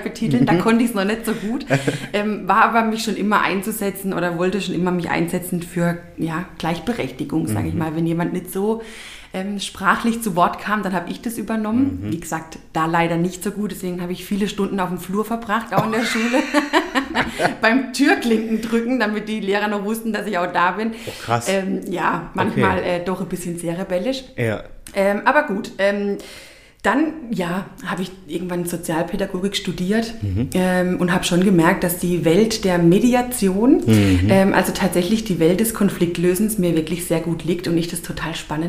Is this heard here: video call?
no